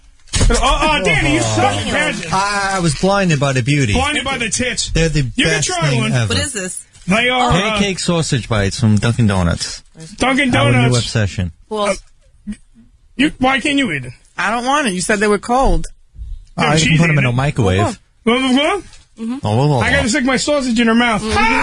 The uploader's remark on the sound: GOOM Radio. Is on The Phone!